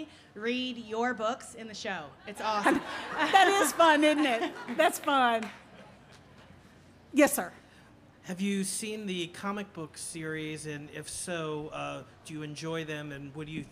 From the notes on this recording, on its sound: at the 2012 Library of Congress National Book Festival